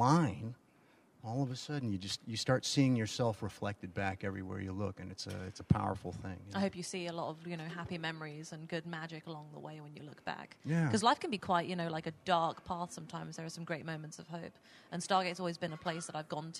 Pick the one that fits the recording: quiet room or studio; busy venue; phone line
busy venue